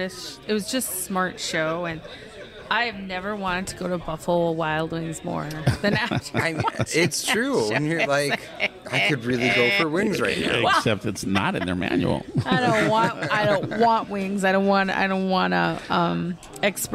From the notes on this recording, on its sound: Live Broadcast - Bismarck Mini-Con. In our first live broadcast.